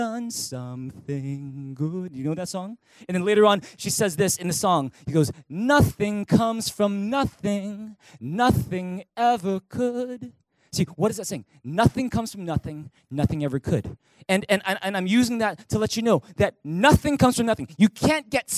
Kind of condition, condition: setting, large echoing room